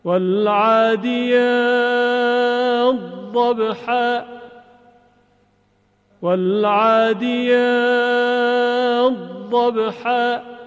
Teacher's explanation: و مورد دیگر ادغام حرف تا در ضاد، والعاديات ضبحا، والعاديات ضبحا، در روایت سوسی این گونه خونده شده، والعاديات ضبحا، والعاديات ضبحا، که حرف تا در ضاد ادغام میشه